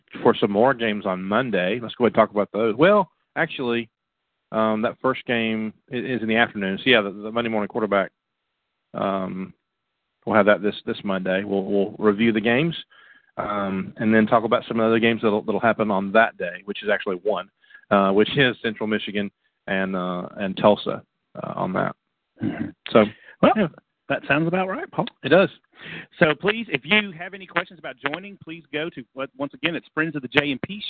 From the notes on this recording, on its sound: The Exposure Youth Camp call in show.